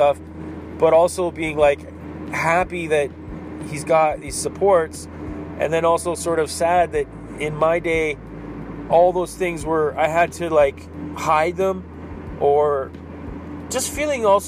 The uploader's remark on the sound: Driving and talking...